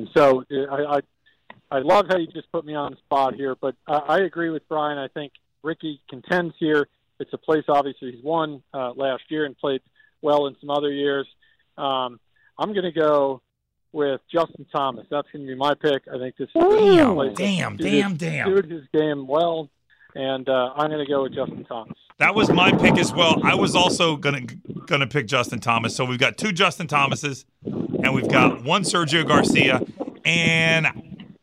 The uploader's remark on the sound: LIVE on the course at PGA National